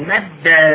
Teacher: ويسمى الأول مدغما، الحرف الأول يسمى مدغم الدال الأولى، الدال الثاني يسمى مدغما فيه، والثاني مدغما فيه، نحو مد، فإن أصله مدد. حيث أسكنت الدالة الأولى وأدرجتها في الثانية · Term: الإدغام